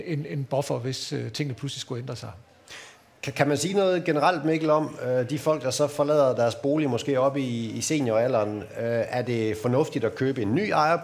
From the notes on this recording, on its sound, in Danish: Undervejs besvarer boligøkonomen også på spørgsmål fra publikum. Udsendelsen er optaget under Aarhus Festuge, hvor Jyske Bank LIVE havde indrettet åbent tv-studie på Strøget, Søndergade 5.